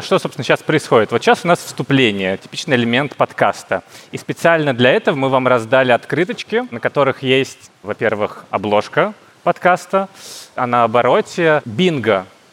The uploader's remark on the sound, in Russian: Открытая запись. На открытой записи подкаста «Крупным планом» 7 августа на Плюс Даче в Парке Горького.